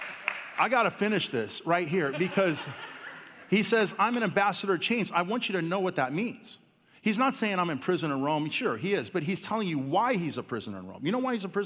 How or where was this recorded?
large echoing room